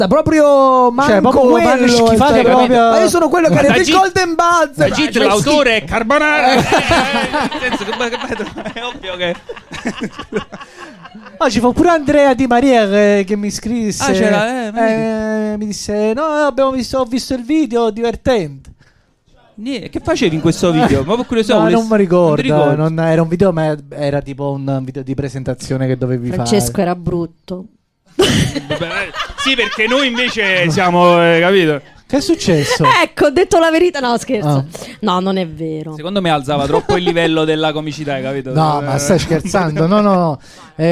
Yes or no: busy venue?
yes